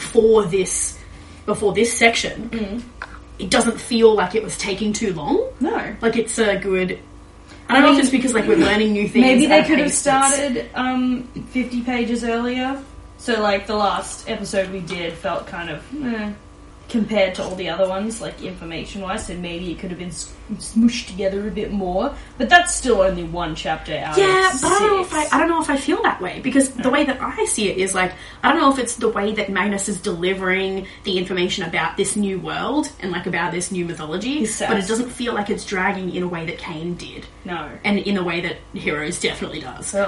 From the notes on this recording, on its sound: Sorry for the echo audio quality in this episode, we’re trying some new things with recording and not all of them are slam dunks